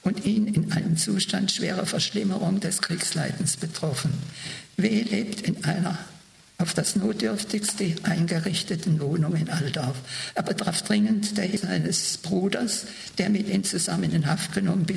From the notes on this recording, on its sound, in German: eine Aufzeichnung des Zeitzeugen-Vortrags